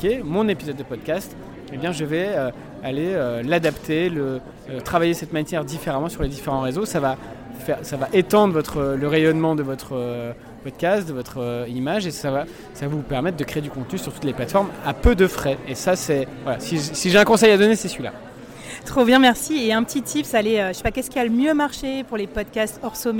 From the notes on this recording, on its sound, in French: j'ai pris mon micro cravate en direct du Paris Podcast Festival